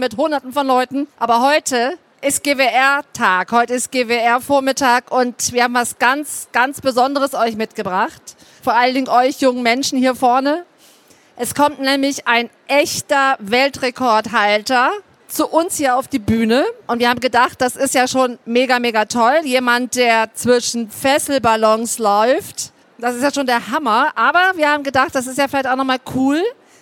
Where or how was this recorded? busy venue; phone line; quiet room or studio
busy venue